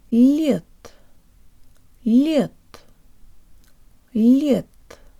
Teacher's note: when this word is read on its own or spoken at the end of a phrase, the d sounds like a t.